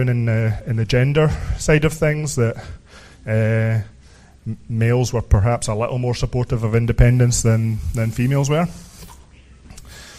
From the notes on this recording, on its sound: was recorded in Glasgow, Scotland on the 19th of January 2017 at the Sottish Independence Convention conference